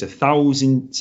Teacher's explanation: He uses the consonants very lightly at the front of his mouth, and the vowels are drawn out.